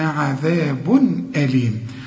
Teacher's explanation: برضو التنوين اللي بعده همزة، الهمزة من حروف الإظهار، ما غنش